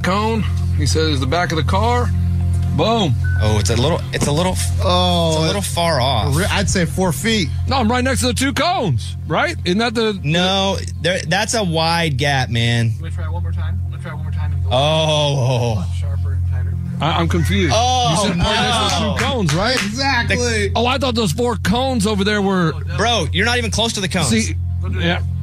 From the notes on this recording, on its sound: called into the show